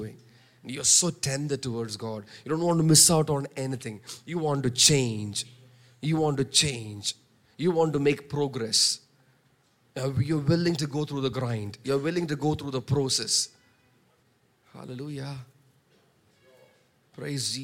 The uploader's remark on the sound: preached on 12 March 2023 at Revelation Church.